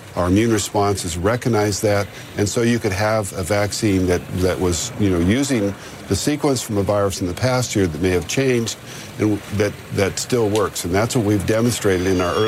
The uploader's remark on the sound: live from the New York Stock Exchange